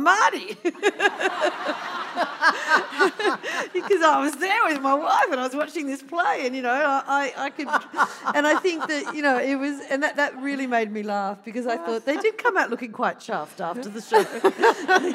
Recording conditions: live audience